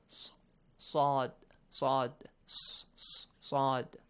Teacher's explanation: It's a bit different from the letter seen, right? It has kind of a whistling sound, but not completely whistling sound · Term: the letter sad